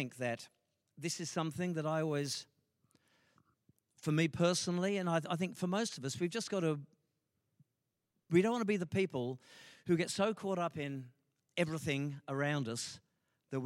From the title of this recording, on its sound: LIVE at Echo Church